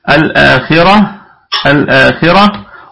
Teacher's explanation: طيب الخاء في أقل درجات التفخيم لأنها مكسورة الآخي خي، الراء مفخمة وصلا وقفا الآخرة، التاء لو وقفنا عليها نقف بالهاء ولا نقف بالتاء